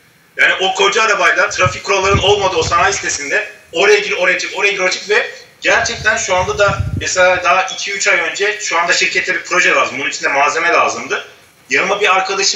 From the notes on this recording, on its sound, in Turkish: Ses kalitesindeki düşüklük için özür dilerim.